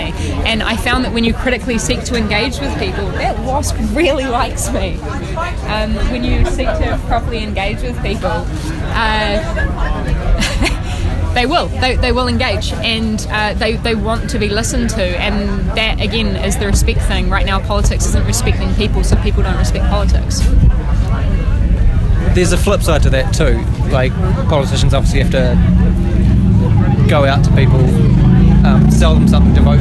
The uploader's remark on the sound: We caught up with her down there. Excuse the background noise. There’s also a clip of her talk at Article at the end of this episode.